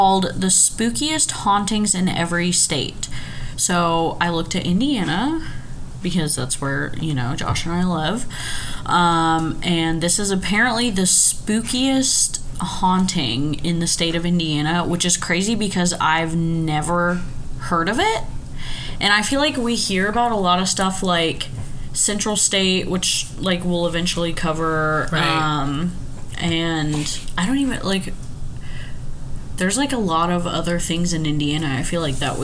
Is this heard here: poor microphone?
no